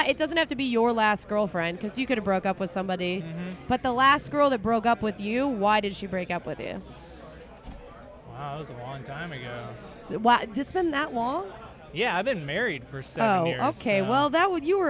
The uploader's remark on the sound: Recorded Mondays at The World Famous Comedy Store.